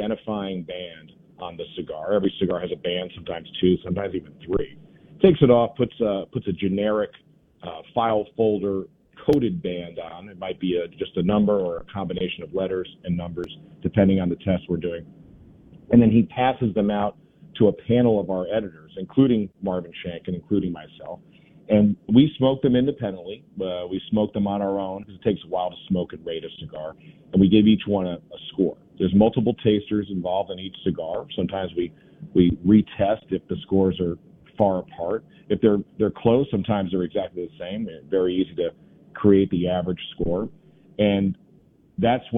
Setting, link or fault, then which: link, phone line